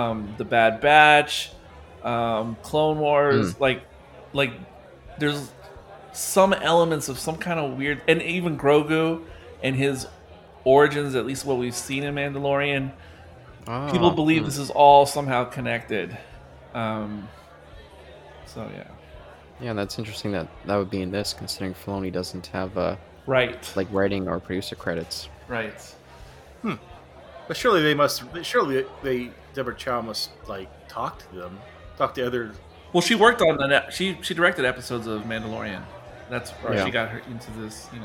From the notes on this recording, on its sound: This discussion was filmed in front of a live bar-side audience